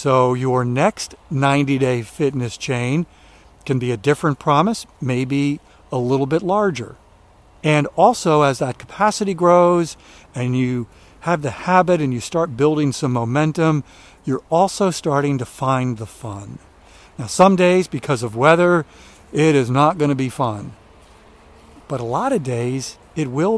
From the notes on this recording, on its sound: during today's ten-minute walk